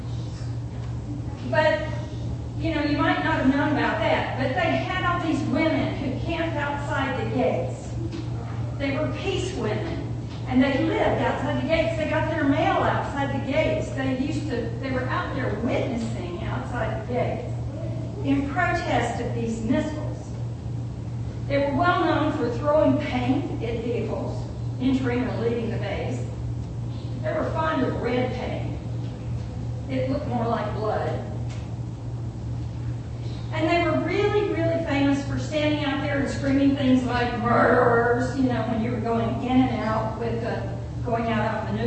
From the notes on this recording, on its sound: It was a bit of a challenging day for the sound system